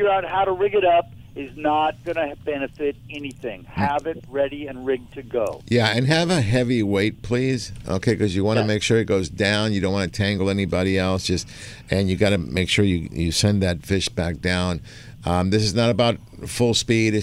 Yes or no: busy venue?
yes